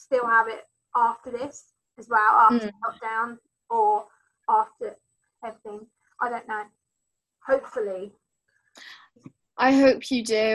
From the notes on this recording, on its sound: Zoom Chat Meeting. This time being able to chat using zoom so we could see each other finally. Zoom being a online chat meeting app.